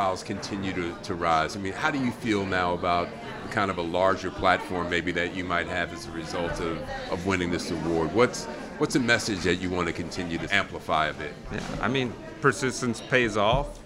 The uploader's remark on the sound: We were honored to host Corner Table Talk LIVE at the 2023 James Beard Awards in Chicago.